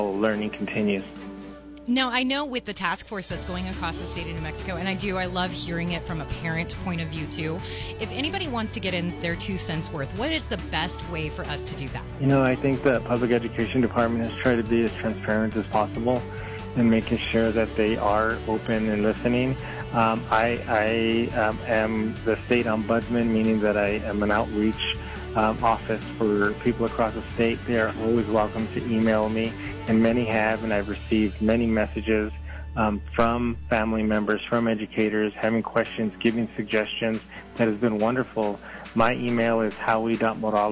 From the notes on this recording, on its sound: called into 101 Gold early this morning